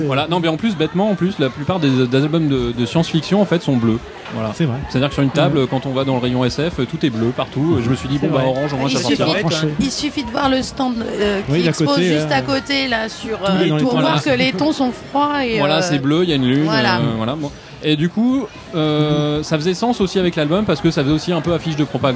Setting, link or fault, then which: setting, busy venue